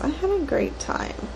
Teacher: The vocal fry at the end really sold it.